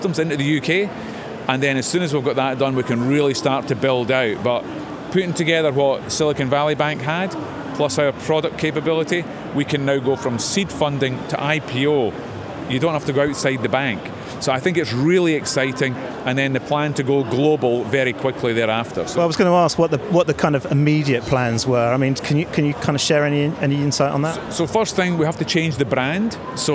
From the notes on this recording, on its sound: The first of three episodes recorded at Money20/20 Europe 2023, that took place in Amsterdam in June. We recorded a series of interviews with a number of the speakers from the conference.